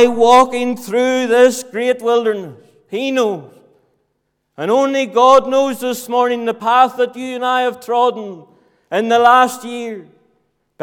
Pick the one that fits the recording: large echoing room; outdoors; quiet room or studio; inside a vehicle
large echoing room